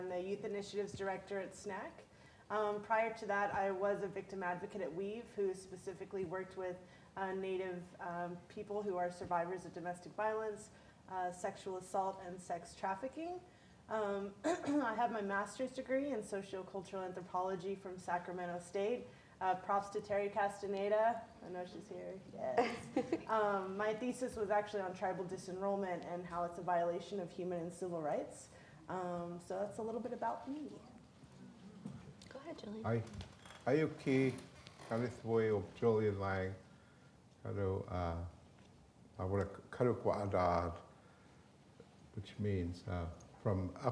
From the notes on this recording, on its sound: joined onstage by the rest of the symposium’s presenters